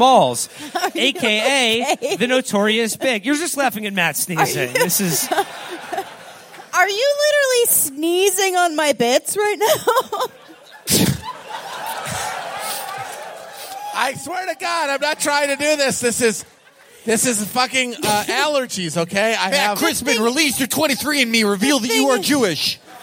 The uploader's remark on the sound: In the end of our run of Live Shows. Three segments from our shows last night at the wonderful Cedar Cultural Center in Minneapolis, MN.